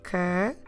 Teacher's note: Stressing the za.